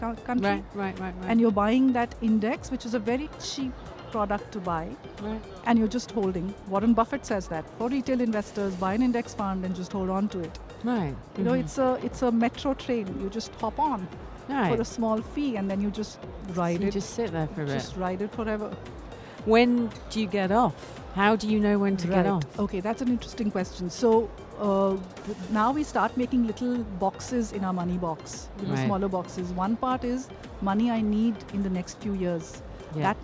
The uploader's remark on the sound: Live from SIBF 2023